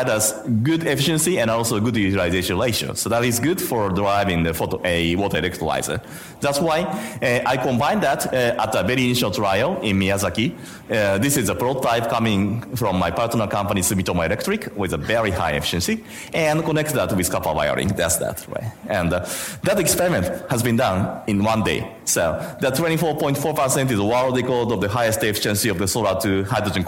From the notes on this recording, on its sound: IFE Grand Challenge Lecture - recorded on on 23 August 2019 at QUT Gardens Point